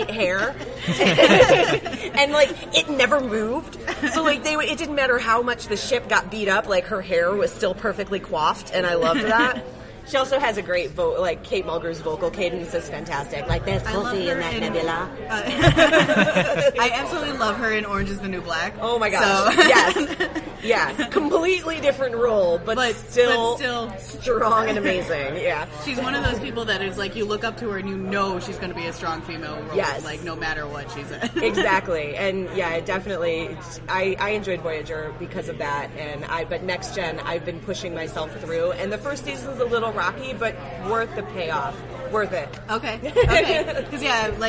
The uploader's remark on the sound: Live From WindyCon!